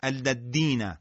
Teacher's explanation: برخی از حروف مثلا مثل حرف ذال آنچنان محکم و با شدت ادا میشن که شبیه به دال میشن